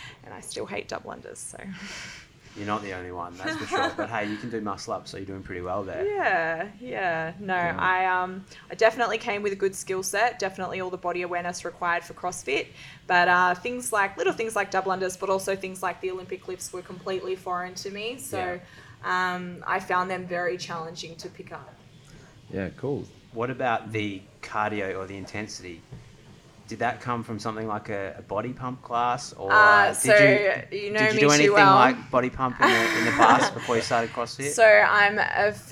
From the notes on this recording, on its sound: Live from an Athlete Training Camp in Bali